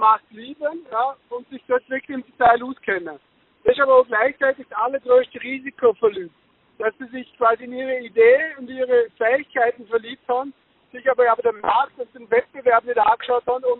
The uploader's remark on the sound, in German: Telefoninterview.